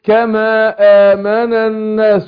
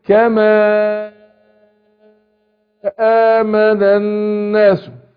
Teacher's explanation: اللي بيمد المنفصل قول كما آمن الناس، هيمد الألف هنا · Shown in: second take · وده من قبيل المنفصل، وده اسمه المنفصل، مد المنفصل اسمه الايه، المد الجائز.